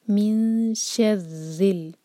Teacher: را کو اسٹرانگ کریں گے لیکن ایک سے زیادہ ٹکرار نہیں، ر آواز نہیں آنی چاہیے.